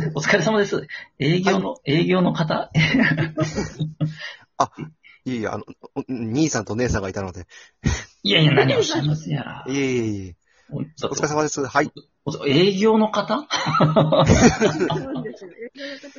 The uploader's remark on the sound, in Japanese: Radiotalkアプリの「リモート収録機能」を使って。リモート収録 #ラジオトーカー #ゲストと一緒に配信 #2人組 #笑い声あり。